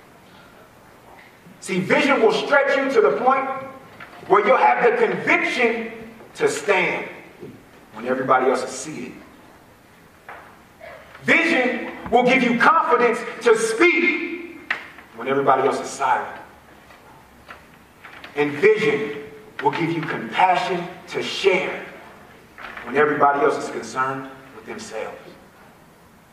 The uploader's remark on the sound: A keynote speech from 2015 at my alma mater, Bishop O'dowd High School.